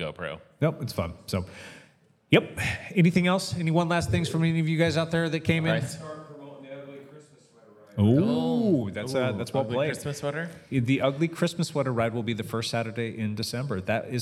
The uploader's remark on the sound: Enjoy the party as we recorded with a live audience and took a bunch of questions...